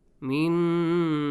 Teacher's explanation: extend the sound for two counts and nasal sound. A nasal sound.